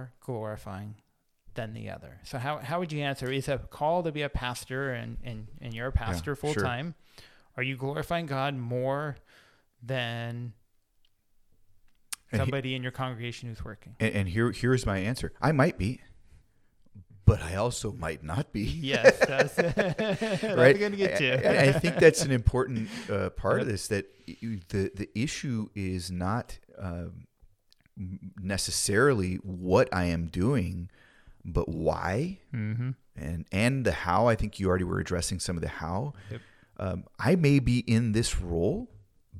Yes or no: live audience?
no